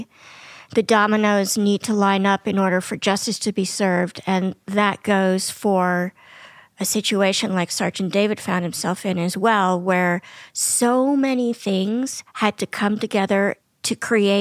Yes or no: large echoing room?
no